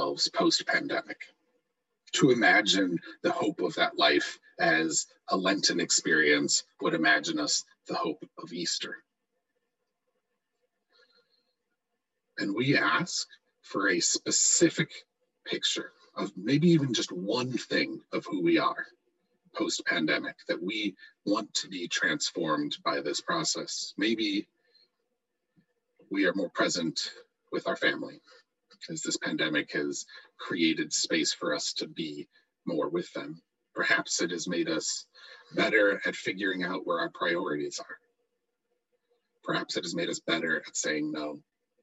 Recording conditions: poor sound quality